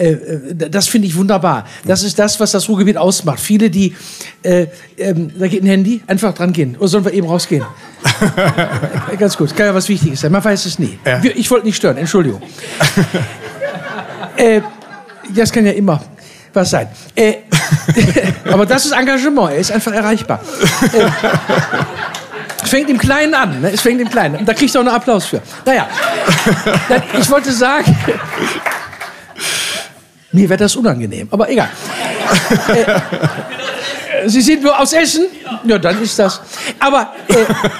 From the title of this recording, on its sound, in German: Essener Engagement Forum - live